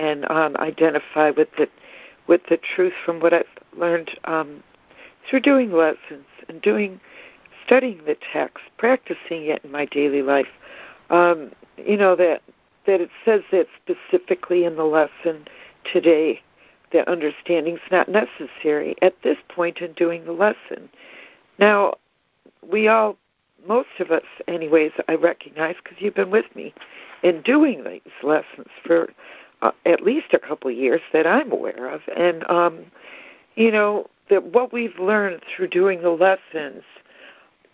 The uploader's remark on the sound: ACIM Daily Conference Call.